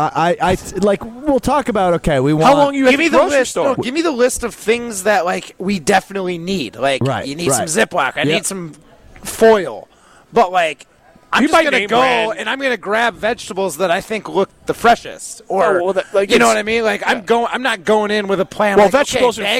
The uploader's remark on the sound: The guys are live from X-Golf in Madison